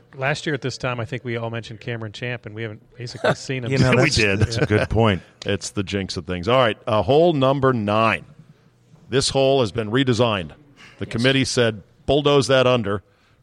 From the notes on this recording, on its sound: Taped live at GolfDom Golf in Tyson's Corner, VA.